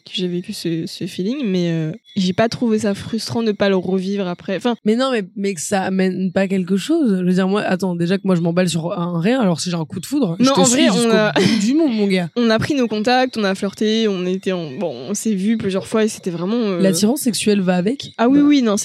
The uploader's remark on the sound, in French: On a totalement improvisé, on a pris les micros (en extérieur d'ailleurs, pardon pour les bruits de fond) et on a débité sans limite.